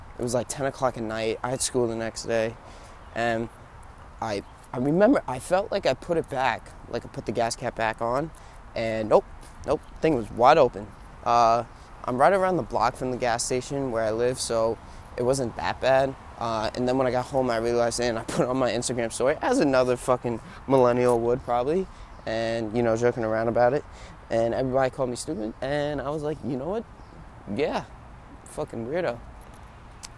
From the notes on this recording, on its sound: Stuck on the highway... My dads engine is kinda overheating... The temp in the car keeps shooting up so we’re currently pulled over to cool it down!